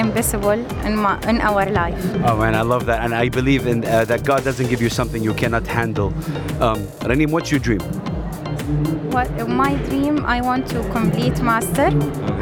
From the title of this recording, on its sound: Live from SIBF 2023